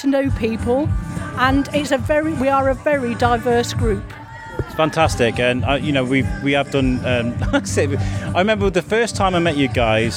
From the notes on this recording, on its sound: Today we are coming from the Queens Baton Relay event in Shrewsbury Quarry. This event was put together by Shropshire Council, Shrewsbury BID and Shropshire Festivals to celebrate the Birmingham Commonwealth Games.